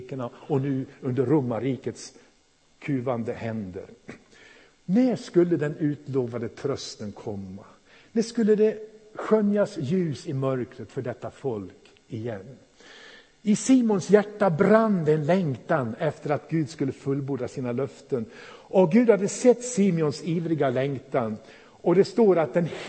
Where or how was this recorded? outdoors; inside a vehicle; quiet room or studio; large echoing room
large echoing room